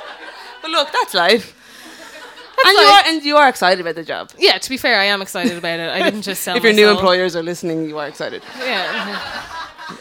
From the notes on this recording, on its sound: We reveal some of our most mortifying teenage stories in front of a sold-out crowd of sounders. Live at The Fourth Corner in Dublin 8.